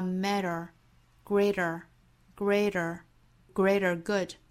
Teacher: Greater 中间的的发音发弹舌音，我们周一也出现这个音了哈。Greater good 类似于我们周一讲到的 matter 的发法，都是舌尖在硬腭一弹而过